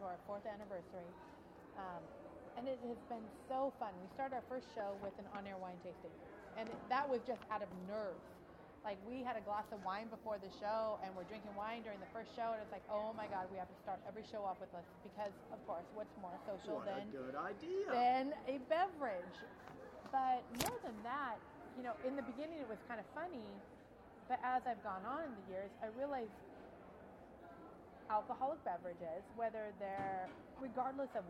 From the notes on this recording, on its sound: Chat's from the Washington State Wine Awards 2015. With on air tastings hosted by Obelisco Estate Tasting Room.